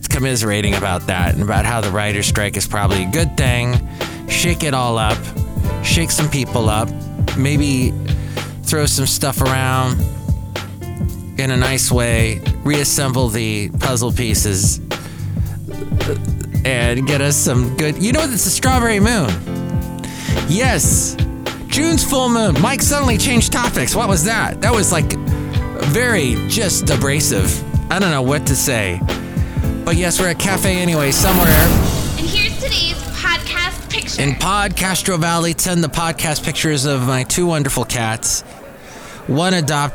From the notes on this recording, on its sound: podcasts live from Café Anyway